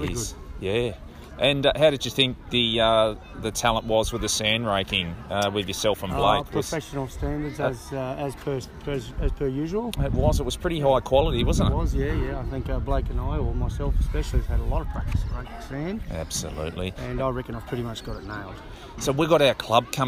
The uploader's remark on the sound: we head to the first come & try day of the season at the Domain Athletics Centre to soak up the sounds